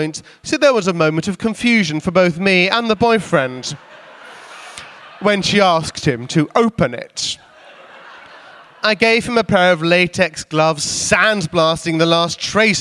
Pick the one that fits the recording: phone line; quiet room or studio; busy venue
busy venue